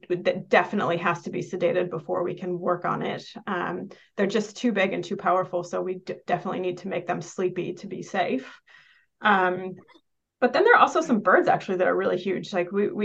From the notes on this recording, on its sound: Listen to a recording of the first of two live Q&A sessions from the LEARNZ online field trip